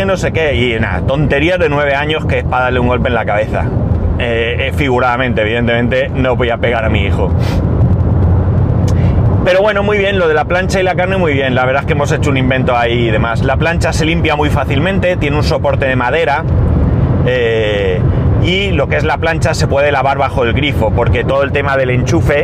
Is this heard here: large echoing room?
no